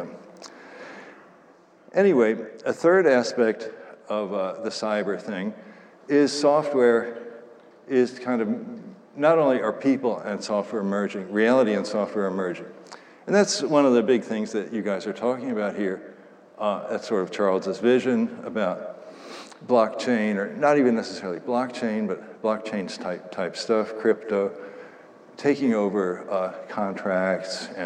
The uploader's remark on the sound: Talk at the IOHK Summit conference in Miami Beach.